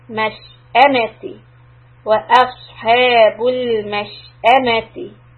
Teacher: So after the مش، push the همزة.